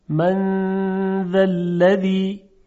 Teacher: زمانی که غنه رو میاریم هدف میگیریم، دهان رو آماده میکنیم برای تلفظ حرف ذال